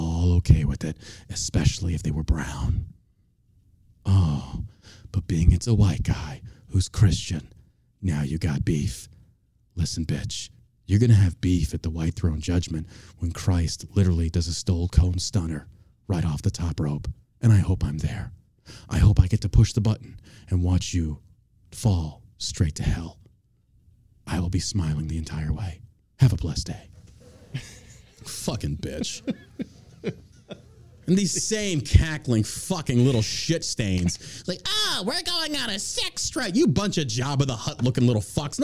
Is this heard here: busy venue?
no